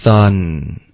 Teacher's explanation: 所以这个音节的开头，舌尖要碰到上齿；音节的结尾，n 的音，舌尖要顶上去上颚